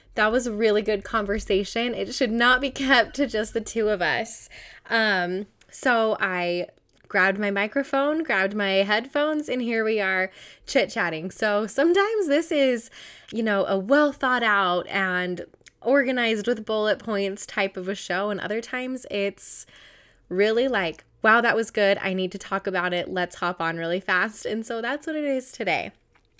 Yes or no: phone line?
no